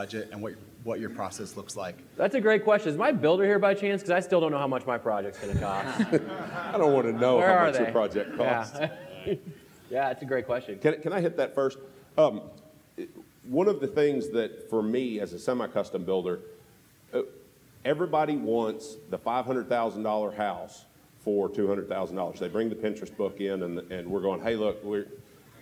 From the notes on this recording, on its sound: This week on The Building Code we are LIVE from Las Vegas at the International Builders’ Show!